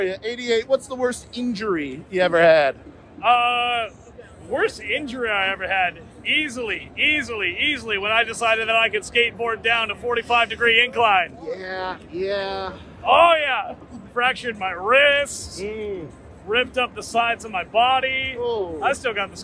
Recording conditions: busy venue